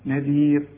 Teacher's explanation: الراء مدام قبلها ياء تقف عليها وهي مرققة